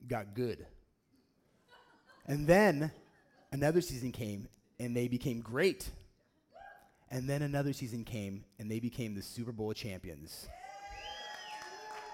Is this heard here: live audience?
yes